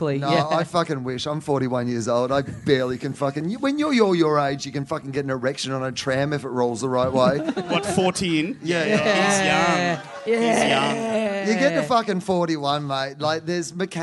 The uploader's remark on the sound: Live at The Producers Bar in Adelaide on March 15, 2015.